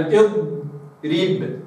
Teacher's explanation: فالضاد ليست مقلقلة وليست مهموسة، فهنا أمر يكتسبه القارئ وهو أن يحافظ على التصاق وسط اللسان وطرفه بالحلق الأعلى حتى ينتهي زمن الصوت.